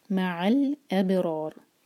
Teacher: اب رور، را دو حرکہ اور ہیوی کیونکہ یہاں پر فتحہ ہے، اور ان میں را ساکن کر کے رکیں گے تو را ساکن کا رول اپلائی ہوگا، را ساکن سے پہلے فتحہ ہے تو ان میں را ہیوی ہونا چاہیے